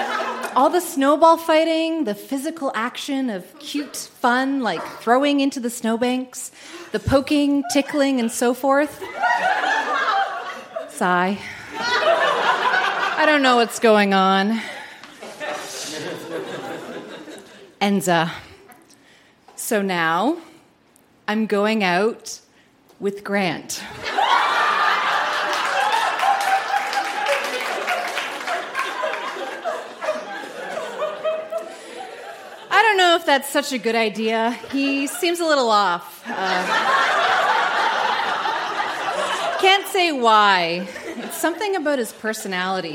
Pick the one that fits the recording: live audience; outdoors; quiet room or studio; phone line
live audience